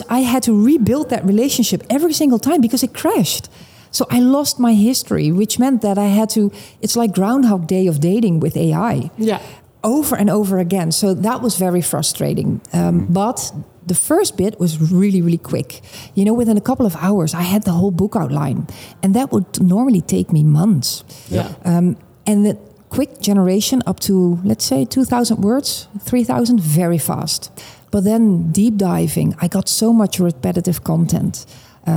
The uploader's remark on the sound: Live from Money 20/20 Europe